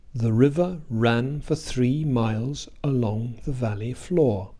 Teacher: the stressed syllables sound as if they occur at fairly regular intervals. However many unstressed syllables, or no unstressed syllables, they have between them. · Term: sentence stress